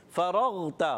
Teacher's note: فروغتا، غین کو ہلائیں گے نہیں، غین حلق کے اوپر والے حصے سے